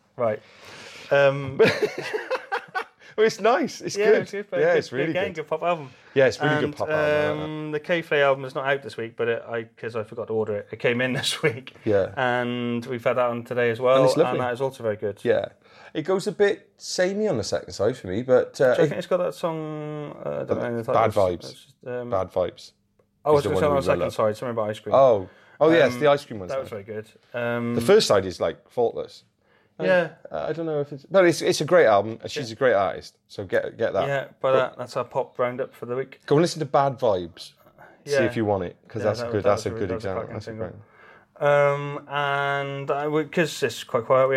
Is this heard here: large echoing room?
no